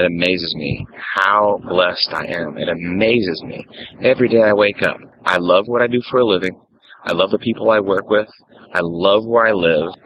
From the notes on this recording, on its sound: Recorded right on the street in Key West.